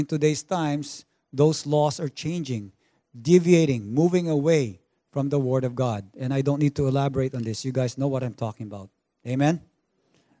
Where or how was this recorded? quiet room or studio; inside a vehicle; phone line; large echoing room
large echoing room